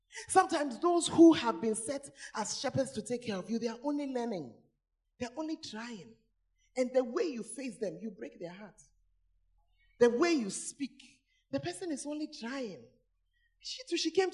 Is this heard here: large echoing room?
yes